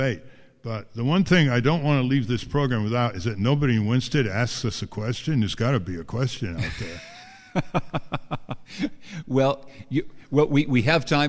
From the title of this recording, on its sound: Live From Ralph Nader's American Museum of Tort Law